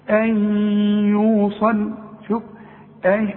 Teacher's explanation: واوعى تنسى الغنة بمقدار حركتين